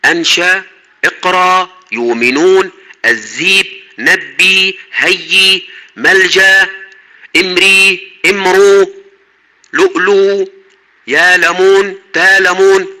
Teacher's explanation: ففي كل هذا تبدل الهمزة ويبدل حمزة الهمزة حرف مد من جنس ما قبلها